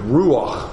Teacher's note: the Hebrew term even kind of had a guttural, breathy sound to it